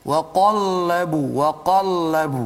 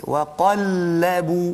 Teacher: sepatutnya kena jaga isti'la pada qaf dan istifal pada lam · Shown in: second take · wa qa wa qallabu bila sampai lam tu tarik balik nipis wa qallabu hmm.